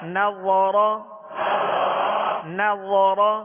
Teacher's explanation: نون باریک و پر اور نرمی کے ساتھ، را کو پر پڑھیں گے زبر ہے